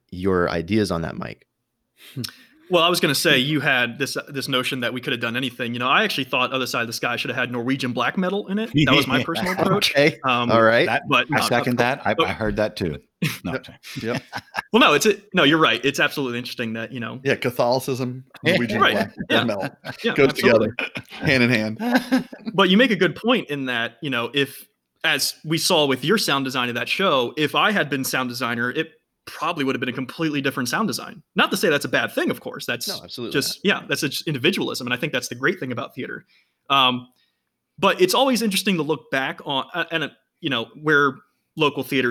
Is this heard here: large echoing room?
no